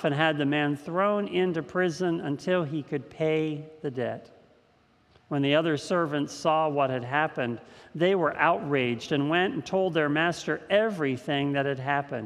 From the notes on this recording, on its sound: This message was first preached on July 4th 2021 at Linglestown Life Church in Harrisburg PA.